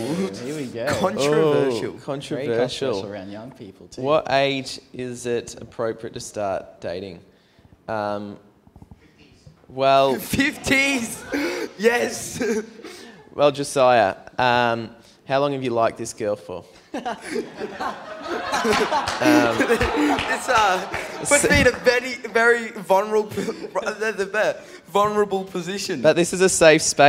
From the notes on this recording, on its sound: Questions from the audience at BRAVE CONFERENCE 2019. LIVE. QnA.